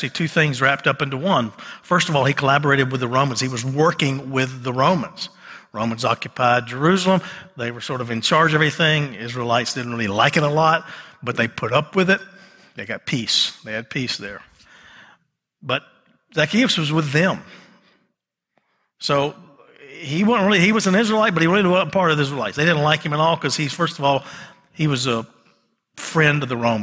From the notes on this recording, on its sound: the message recorded live on January 15 at Covenant